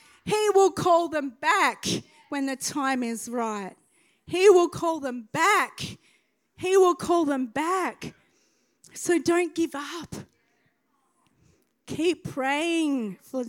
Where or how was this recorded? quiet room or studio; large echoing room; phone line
large echoing room